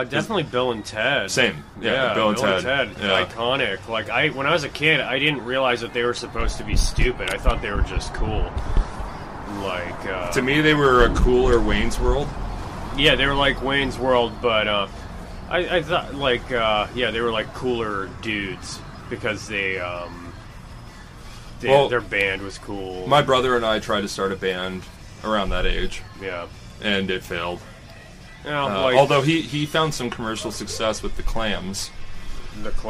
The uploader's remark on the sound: before the Midnight Mic at Funhouse Lounge in SE Portland